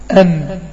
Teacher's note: احنا عندنا النون الساكنة بتخرج من طرف اللسان مع اللثة